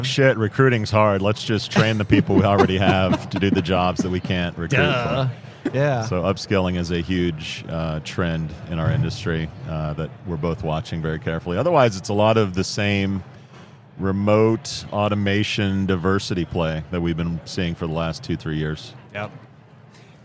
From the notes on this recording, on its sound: Live at the HR tech 2022 conference